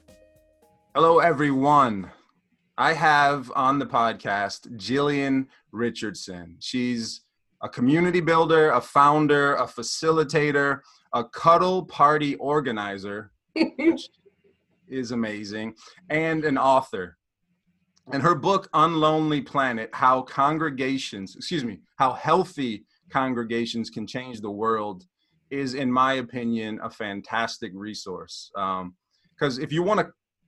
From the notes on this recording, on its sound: sit down (via Zoom)